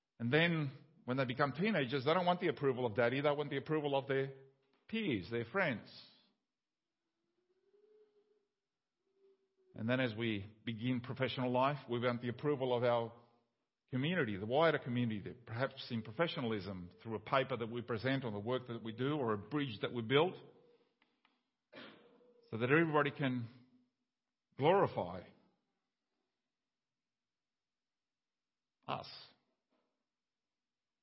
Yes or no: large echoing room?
yes